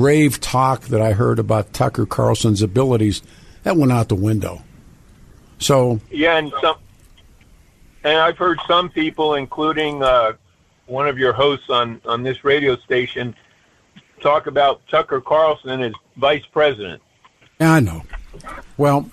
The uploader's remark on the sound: open phone lines